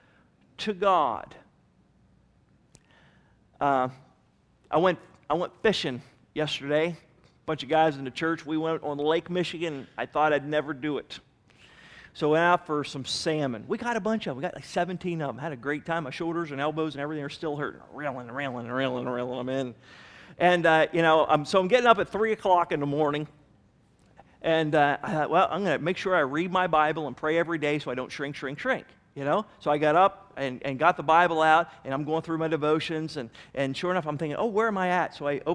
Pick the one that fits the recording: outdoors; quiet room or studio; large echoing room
large echoing room